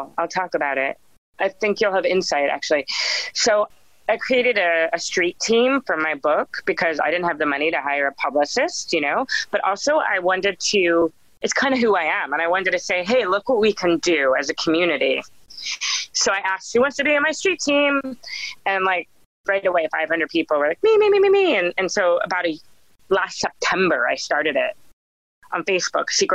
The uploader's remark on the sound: when we ended the Zoom call